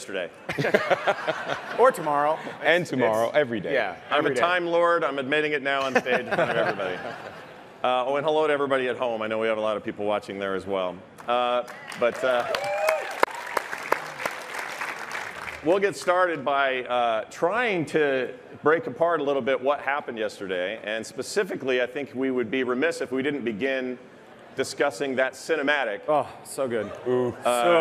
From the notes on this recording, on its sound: Our live panel from the Blizzcon Epic Stage!